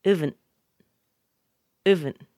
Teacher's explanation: Now we'll take the H out, we'll make the A into a schwa, and we get uvent